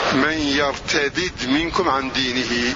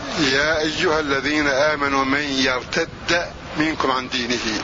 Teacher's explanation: بدال مشددة مدغمة فيها أخرى مفتوحة · Shown in: second take